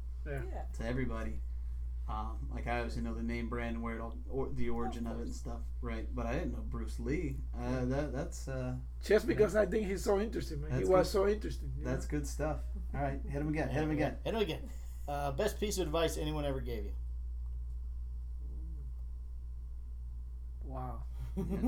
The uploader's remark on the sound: Excuse the sound quality.